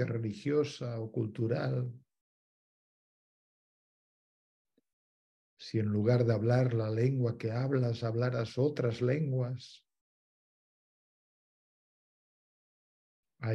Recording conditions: video call